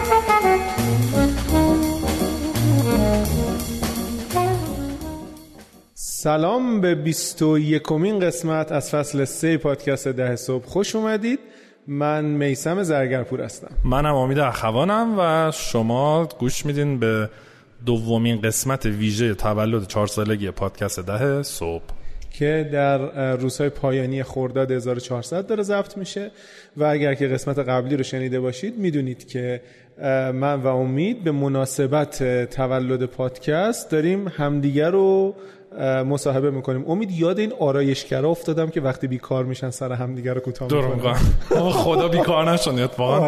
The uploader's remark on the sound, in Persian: این قسمت هم مانند قسمت قبل، در حضور جمعی محدود از مخاطبین پروپاقرص و تیم پادکست و با رعایت پروتکلهای بهداشتی ضبط شده است.